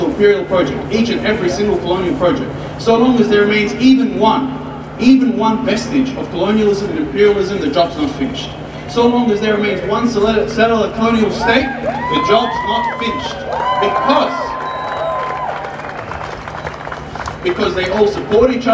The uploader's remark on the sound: Audio of my speech at the Palestine rally